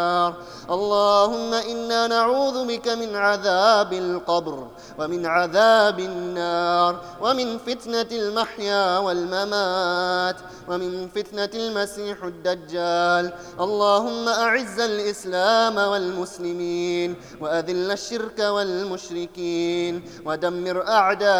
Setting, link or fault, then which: setting, large echoing room